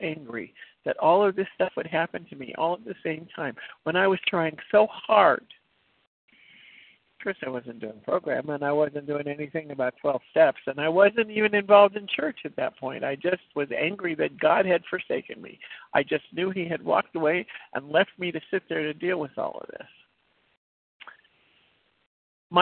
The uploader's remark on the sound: from the 100 Pounders Phone Meeting